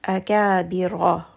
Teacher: Ra in this case is going to be heavy, because the haraka on top is going to be a fatha.